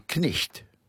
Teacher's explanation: Pronouncing the K, and with the G-H as a H